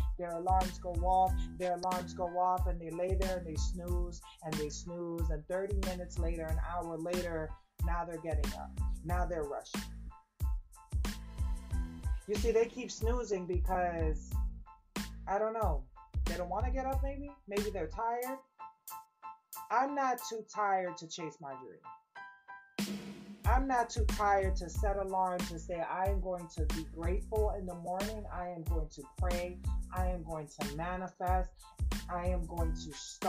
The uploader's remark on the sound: excuse the mic experiencing severe weather today